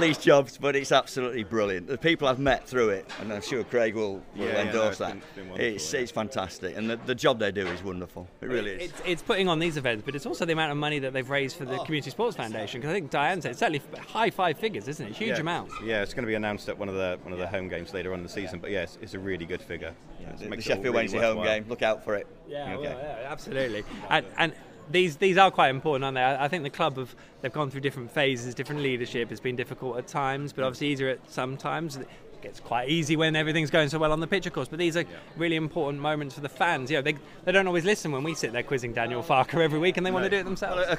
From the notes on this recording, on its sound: The PinkUn Show is LIVE from Carrow Road